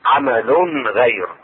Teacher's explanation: إظهار التنوين عند الغين